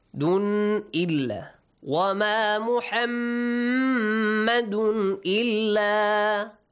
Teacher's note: After the tanween, you have hamza. So you read the tanween clearly. There is no changes.